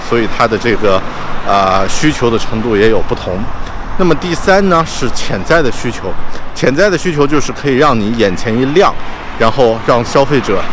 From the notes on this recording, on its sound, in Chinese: 这期在上班路上录制的节目